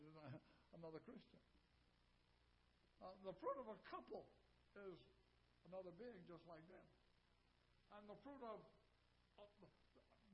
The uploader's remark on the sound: Ketha Heights Baptist Church ~ Live Broadcast